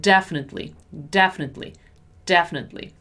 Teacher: Remember that a stressed syllable is the de.